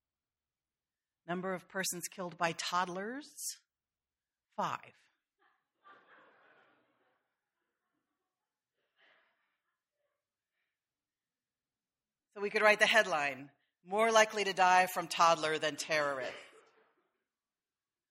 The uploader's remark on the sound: sermon delivered on August 4, 2013